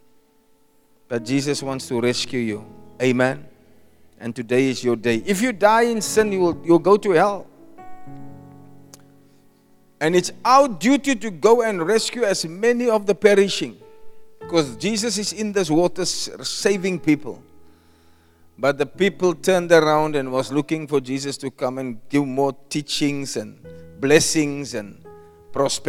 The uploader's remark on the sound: Preached at Zion Sanctuary, Cape Town